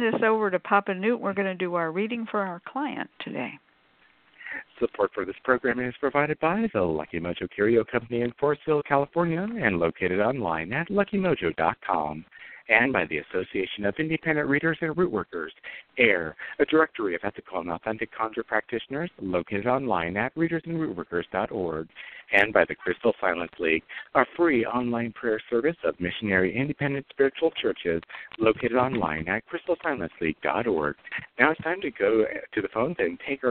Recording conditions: phone line